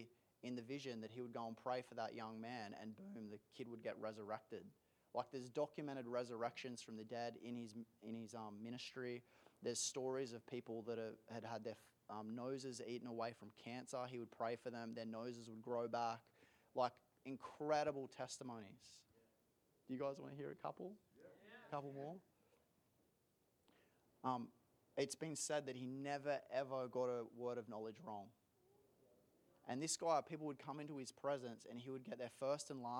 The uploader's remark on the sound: This is the full recording of the service.